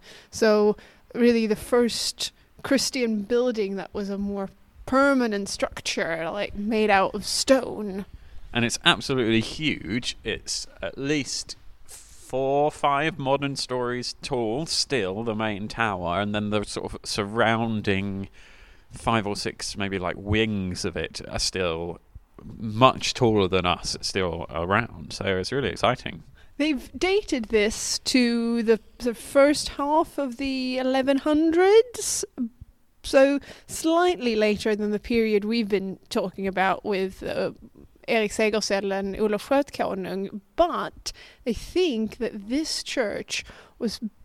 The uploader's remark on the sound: Sigtuna - Sweden's Oldest Town. Listen to us explore the runestones, church ruins and Sweden's oldest main street, in our second on-location recording. Unfortunately, it also has some not very podcast-friendly ducks!